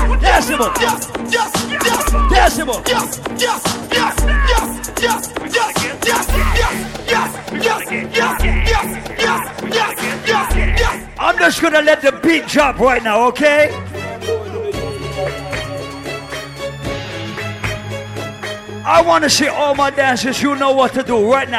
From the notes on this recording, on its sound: LIVE AT ISLAND SATURDAYS. LIVE PARTY AUDIO!